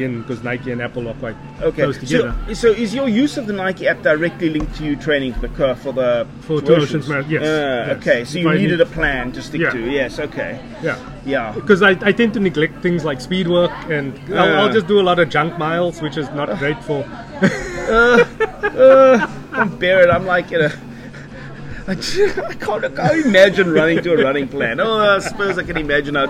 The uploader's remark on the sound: Recorded at Cincinnati Spur, Howard Centre, Pinelands. Recorded on iPad Mini 5 + Boya shotgun mic.